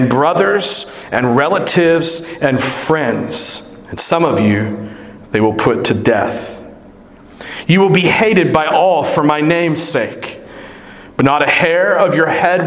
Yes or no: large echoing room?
yes